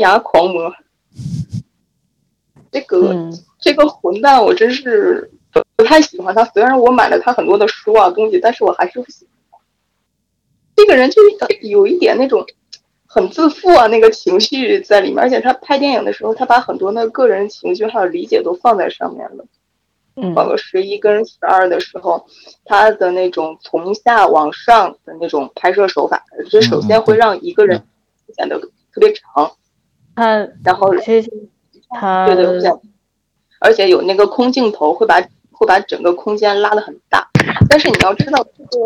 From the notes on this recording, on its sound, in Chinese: 我们与听众们线上网聚唠嗑，这是其中一段录音。长达4小时的网聚由于又一次的录音事故，抱歉只能放出这么多，其他灼见留在了记忆里。